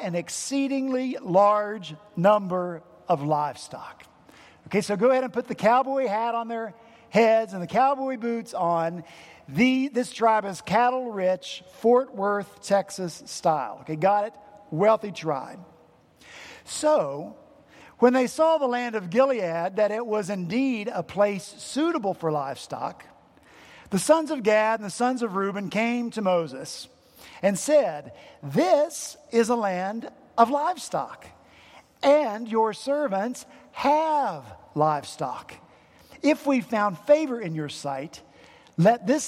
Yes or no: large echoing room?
yes